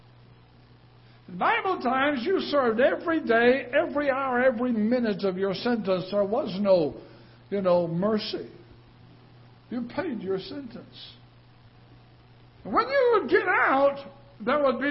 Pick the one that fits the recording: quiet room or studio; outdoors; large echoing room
large echoing room